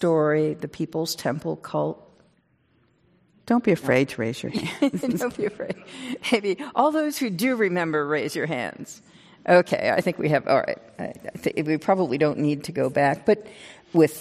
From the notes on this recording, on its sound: This program was recorded in front of a live audience at The Lucie Stern Theater in Palo Alto, California on March 18th, 2019.